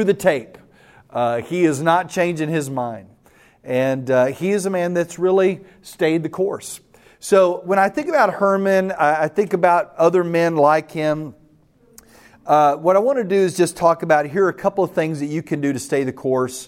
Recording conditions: live audience